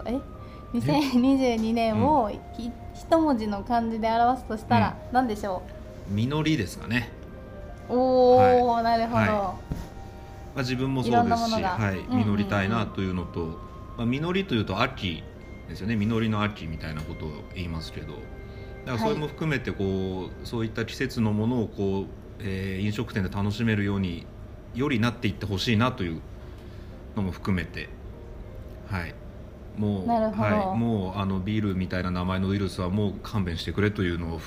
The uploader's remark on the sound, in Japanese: 少し音声がノイジーで申し訳ございません。